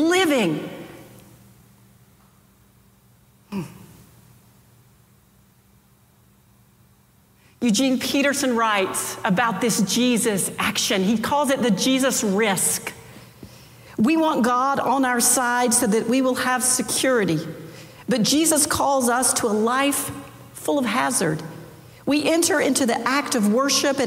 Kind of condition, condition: setting, large echoing room